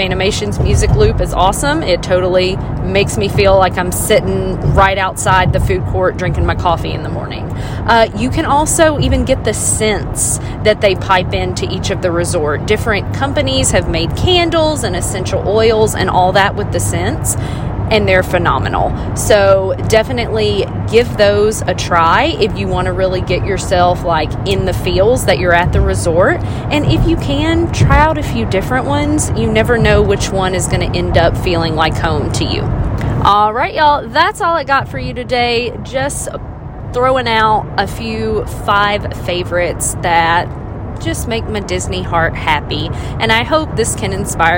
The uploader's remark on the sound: This on the go episode is a little chat from my car.